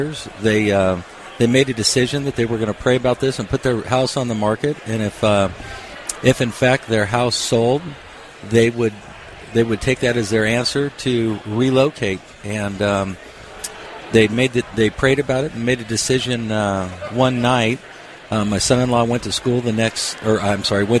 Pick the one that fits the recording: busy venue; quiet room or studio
busy venue